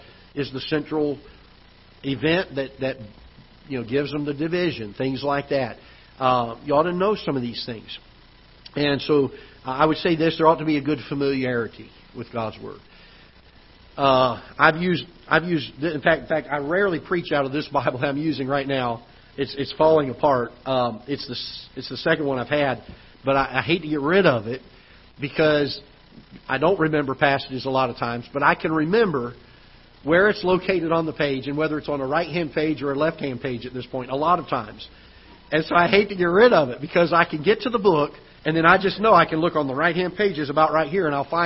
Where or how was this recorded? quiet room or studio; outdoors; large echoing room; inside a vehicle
large echoing room